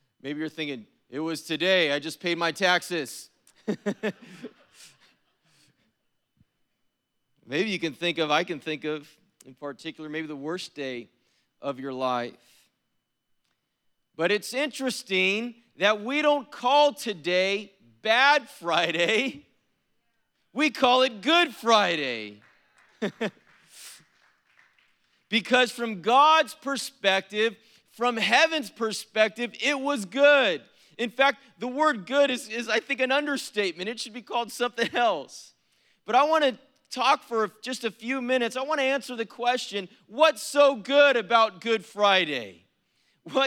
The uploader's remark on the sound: was preached on April 15th at the 7PM service